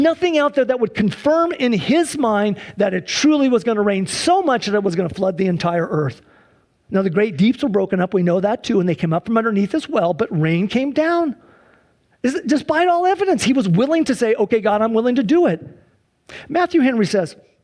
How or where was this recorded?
large echoing room